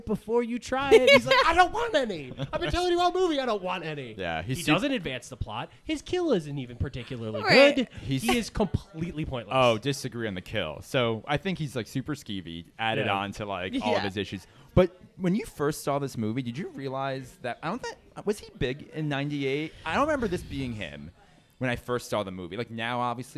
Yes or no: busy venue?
yes